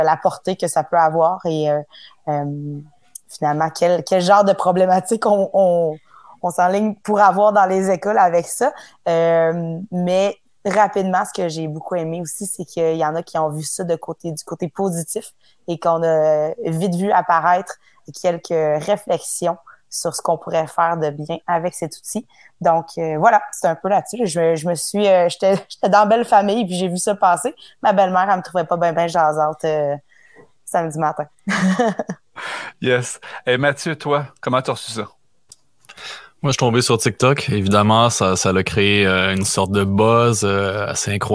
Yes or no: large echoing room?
no